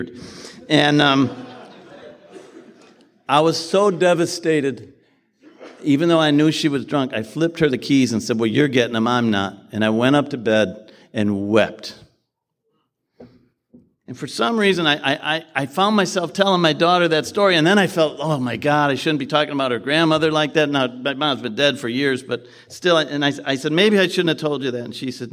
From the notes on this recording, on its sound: His share at the 2020 Nashville TN conference as a Keynote speaker is incredible.